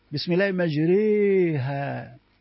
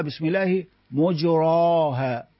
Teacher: فهنا نجد قراءتان، قراءة بالإمالة بسم الله مجريها، وقراءة بسم الله مجراها، بسم الله مجراها، هكذا.